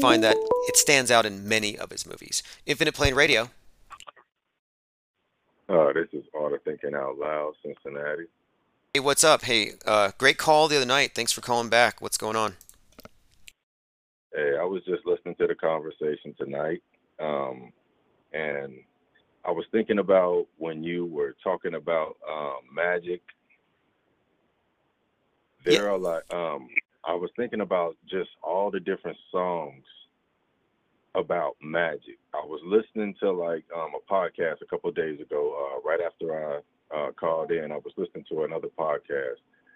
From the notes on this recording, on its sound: Late night Open Phones